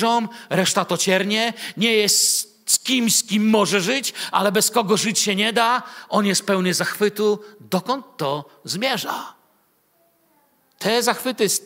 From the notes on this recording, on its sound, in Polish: Wykład nagrano podczas nauczania Słowa w Kościele „Filadelfia” Bielsko Biała